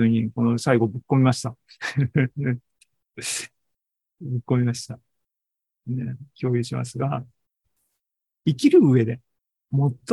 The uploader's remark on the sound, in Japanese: ２０２３年８月２６日に開催した ZOOMライブの模様です